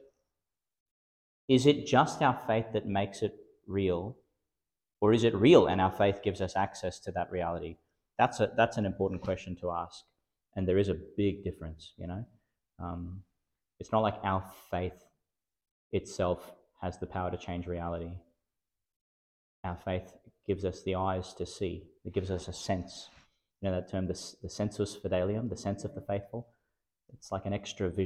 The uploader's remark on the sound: Homily for the Solemnity of Corpus Christi, delivered in St Peter Chanel Catholic Church, Miriam Vale, Qld.